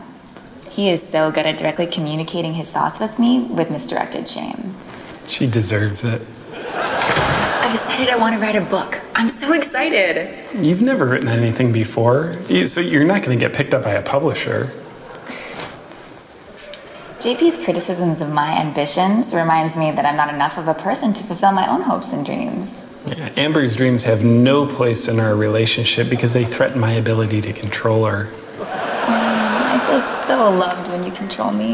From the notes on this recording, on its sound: Closing Saturday morning talk at our 2017 Conference in New York City. Delivered April 29th, 2017 at St George's Episcopal Church.